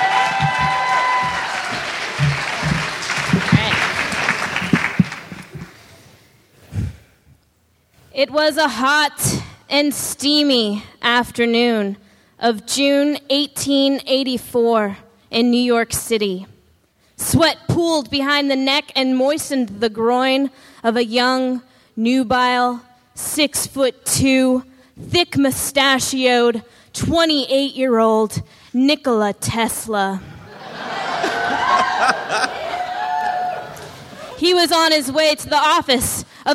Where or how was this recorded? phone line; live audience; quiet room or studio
live audience